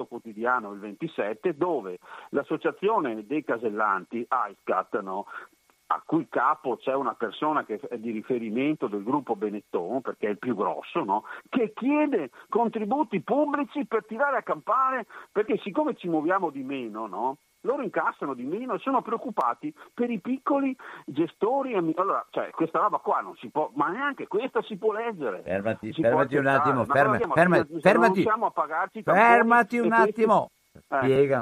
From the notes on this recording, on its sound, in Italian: Parliamo al telefono